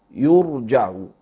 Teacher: الضم والفتح يعني الضم على الياء والفتح على الجيم، هكذا كما لفظتها يرجع.